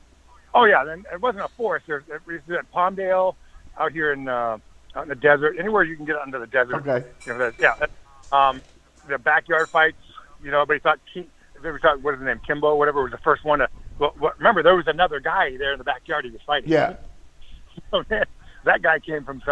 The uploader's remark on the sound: On the phone to go over what happened on some of the wildest shows from the mid-1990's.